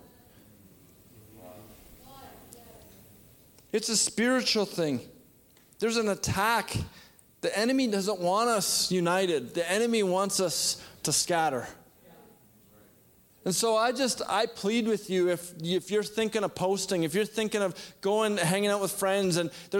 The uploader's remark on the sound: shares a word at our September 2021 Resurgence Edmonton Gathering